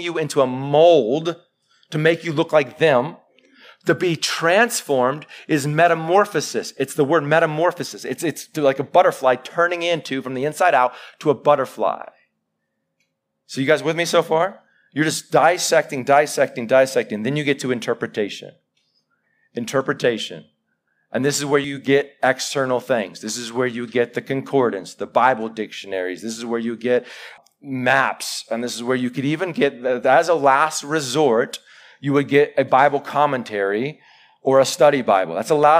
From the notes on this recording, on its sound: Live sermon recorded 11-July-2021